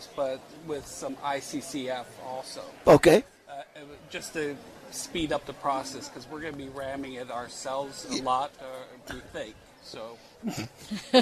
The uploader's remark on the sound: On location at Tucson Festival Of Books.